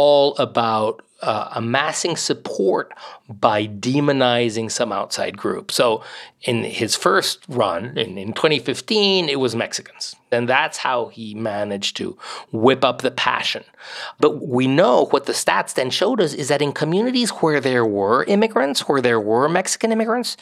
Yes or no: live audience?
no